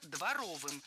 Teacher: В прилагательном, образованном от существительного двор, ударение ставим на второй слог.